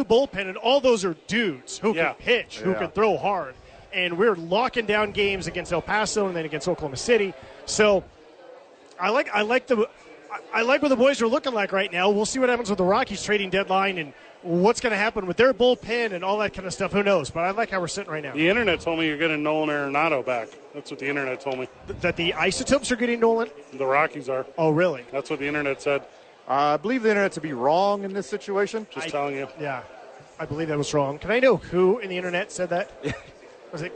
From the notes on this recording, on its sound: live from Isotopes park